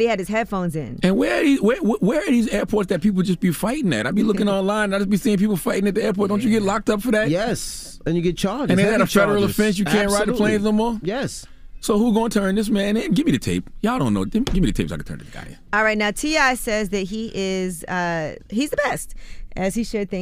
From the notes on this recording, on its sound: Opened the phone lines to see what our listeners had to say about it. We opened up the phone lines for our listeners to add their thoughts.